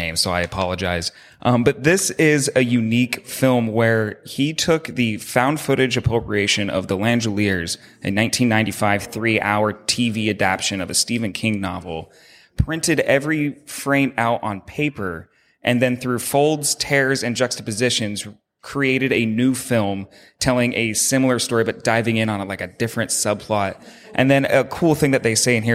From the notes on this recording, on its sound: Sit down with a live studio audience on site at the Grand Cinema in Tacoma to preview the 17th Annual Tacoma Film Fest.